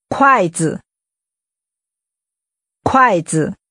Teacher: Using falling and neutral tones, say chopsticks. 筷子。筷子。